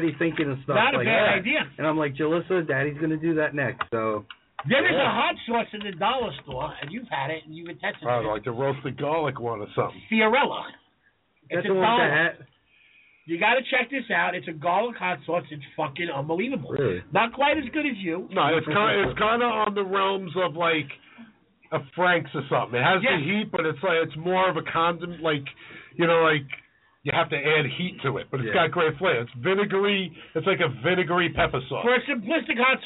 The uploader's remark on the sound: The boys may have a hot sauce maker coming into the studio. A great show includes live callers.